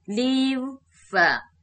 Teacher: v 和 f 它们的发音相似，在这种情况下 leave 的 v 就不发音了